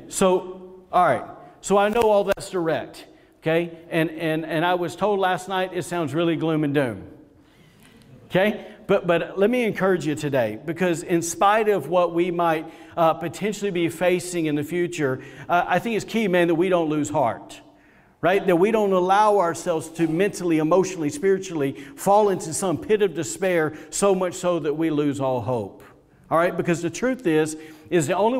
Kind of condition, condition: setting, large echoing room